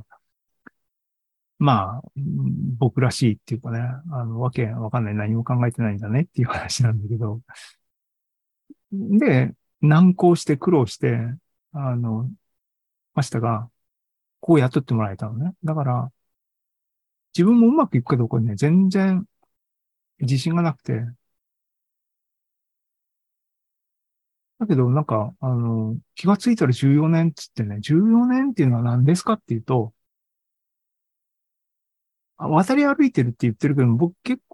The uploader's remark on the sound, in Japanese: AI ポッドキャスト、シーズン４１は２０２３年５月３１日に開催した ZOOMライブの模様です。